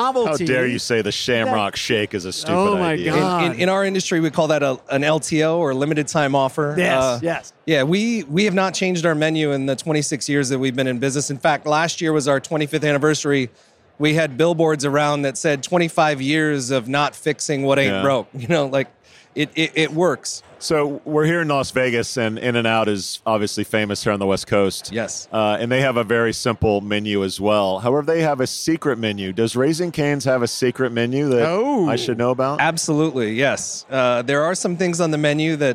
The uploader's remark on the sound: Live from UNLEASH America at the Workhuman booth